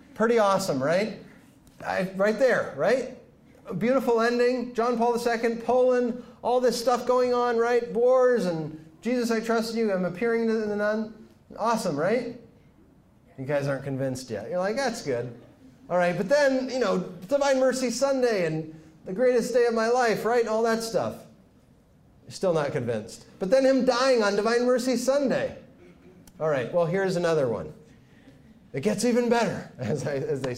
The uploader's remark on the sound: speaks to Franciscan University students